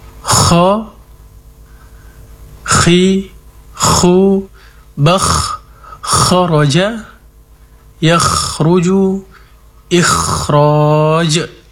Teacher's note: Jelas sifat isti'la'nya, kemudian alirkan nafas dan suara, sifat hamas dan rakhawanya.